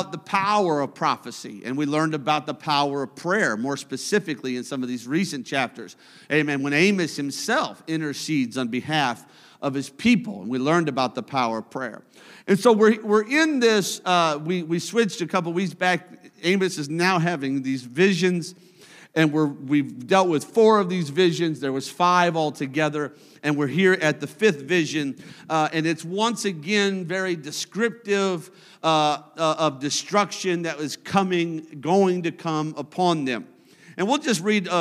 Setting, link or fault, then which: setting, large echoing room